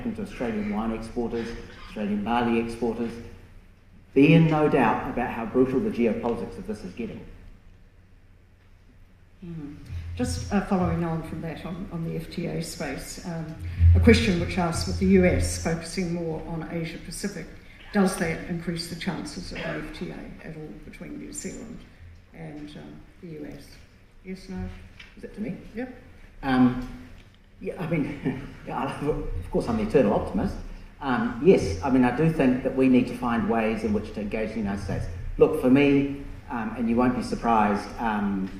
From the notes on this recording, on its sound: 2023 Red Meat Sector Conference Panel discussion. In this panel discussion from the 2023 Red Meat Sector Conference.